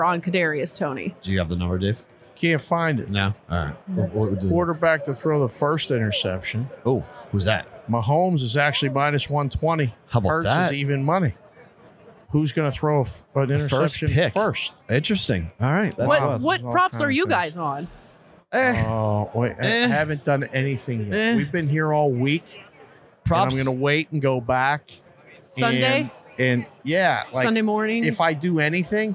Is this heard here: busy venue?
yes